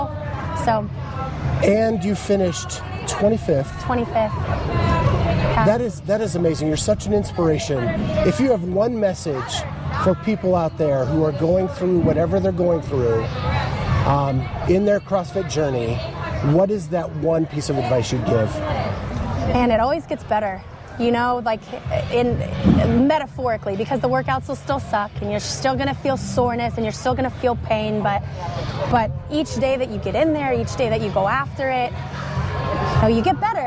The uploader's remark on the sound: Bonus Episode Live From TFX.